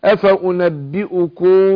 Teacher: ميم ساكنة بعدها باء ده اسمه إخفاء شفوي بنخفي الميم عند الباء أفأنبئكم انطق الميم مخفاة مع الغنة حركتين واعمل انفراج يسير بين الشفتين.